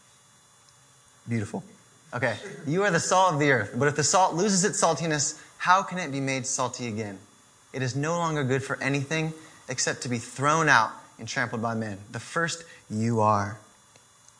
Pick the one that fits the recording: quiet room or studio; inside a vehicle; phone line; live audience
live audience